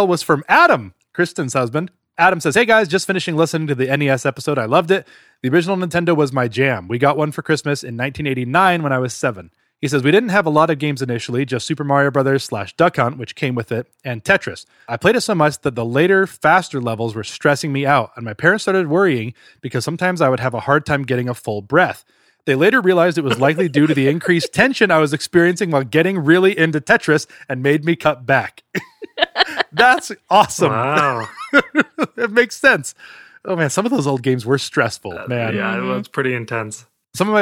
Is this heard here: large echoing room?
no